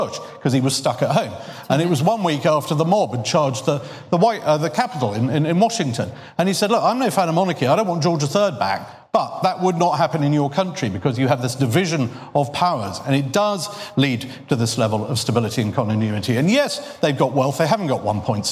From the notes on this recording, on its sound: We bring you the New Statesman debate, recorded live at the Cambridge Literary Festival.